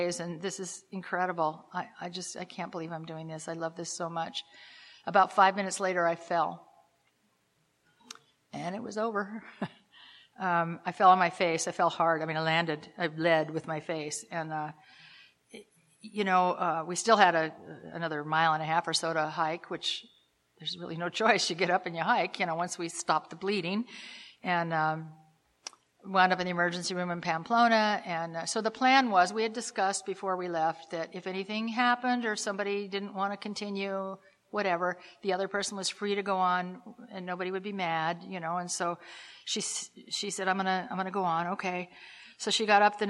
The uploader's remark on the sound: telling her story at the Live at Pine Lake Speaker Meeting held every Saturday Night in Seattle in Dec of 2016